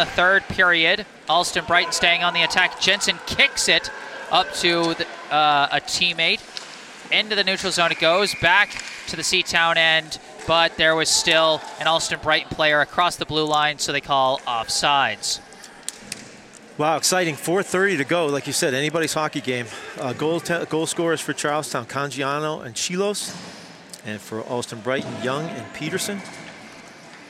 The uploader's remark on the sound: Coverage of the 2023 Mayor's Cup Youth Hockey Tournament at Boston College.